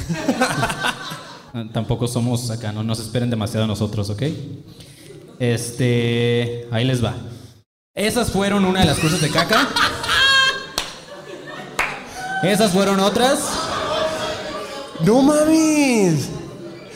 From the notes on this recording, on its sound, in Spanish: La Matrix y cómo salir de ella (En Vivo Guadalajara). Show en vivo en Guadalajara.